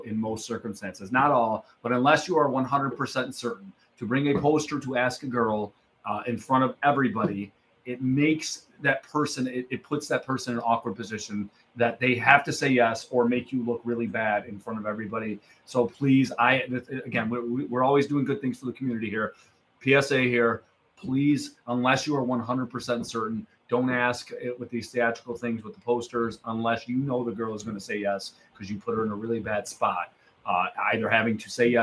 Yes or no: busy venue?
yes